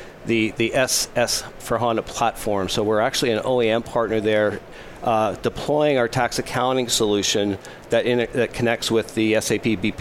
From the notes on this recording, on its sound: Live from Sap Sapphire Now 2017